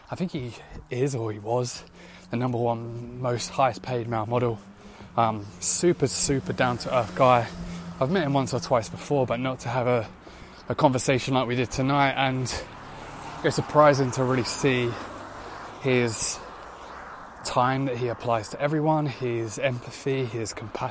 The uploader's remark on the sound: I was walking home last night from a productive day in London, it was 11pm, dark, I was power walking to get home as quickly as possible but I decided to hit record on a voice note